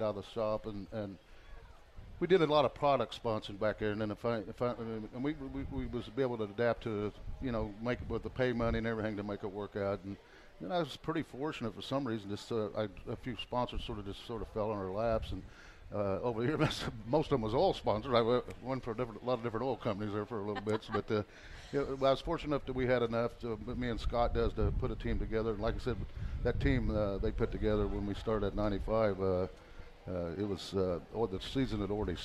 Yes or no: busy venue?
yes